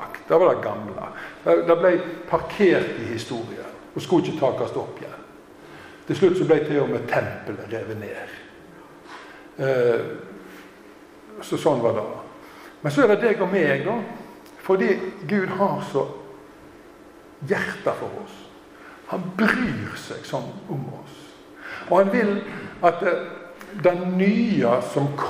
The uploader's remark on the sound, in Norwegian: Tale i Zoar 29. oktober